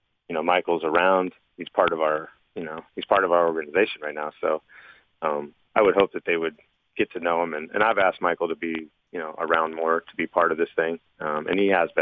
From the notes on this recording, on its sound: called in to the … and … show.